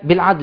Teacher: اللام مالها مكسورة بس أنا وقفت عليها فسكنتها تمام وقبلها ساكن سكون تمام. · Term: الساكن المعرض